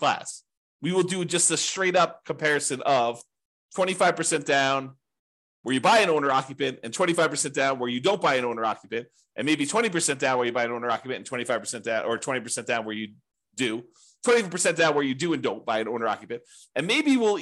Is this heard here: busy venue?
no